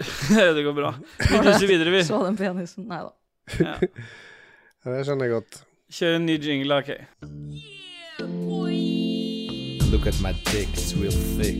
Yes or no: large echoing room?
no